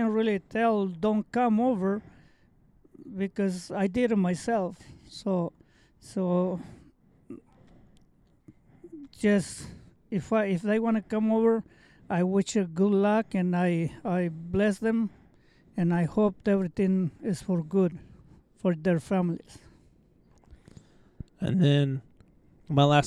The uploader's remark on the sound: This episode was recorded and filmed outside, so I apologize if there are any annoying barks, or birds!